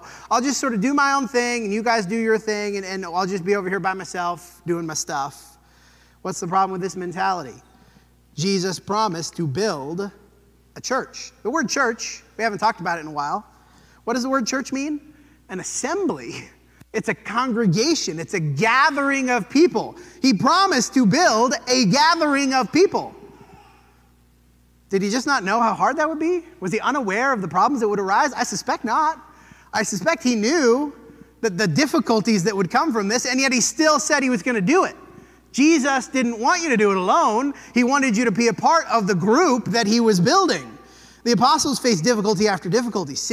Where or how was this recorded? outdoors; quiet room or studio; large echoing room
large echoing room